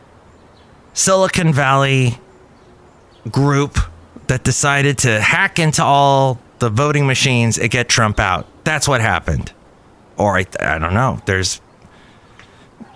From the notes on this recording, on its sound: podcasts live from Cafe Anyway